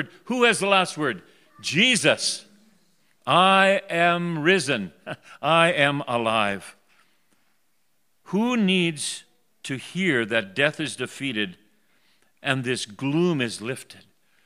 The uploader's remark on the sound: The Worship Service for Resurrection Sunday for the Red Deer River, recorded on April 4, 2021.